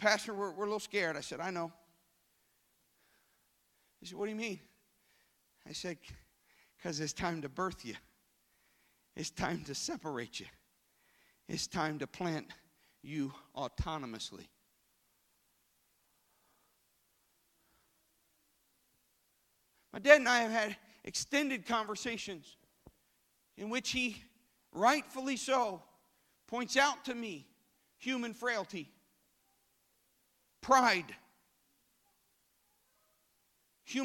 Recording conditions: large echoing room